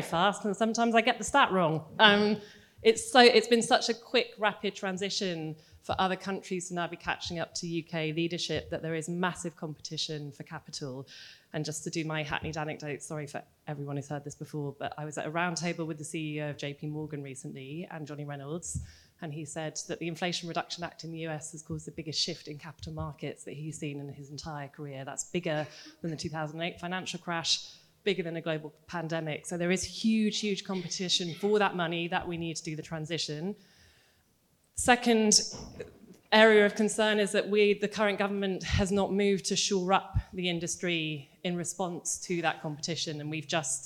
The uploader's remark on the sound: This event was part of the IfG's Labour Party Conference 2023 fringe programme.